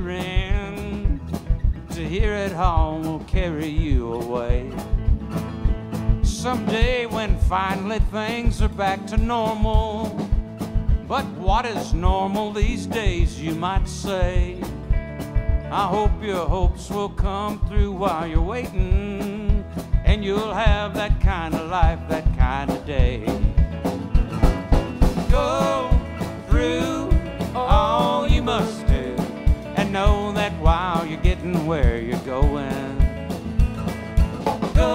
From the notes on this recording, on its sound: This episode was recorded live at The Grey Eagle.